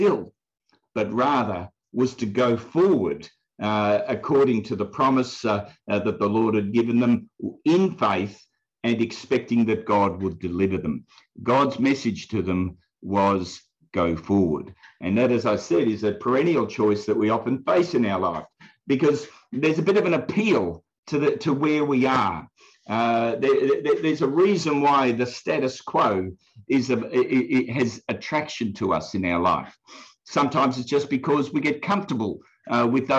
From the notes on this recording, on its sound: from the Wednesday United zoom meeting on 18 August 2021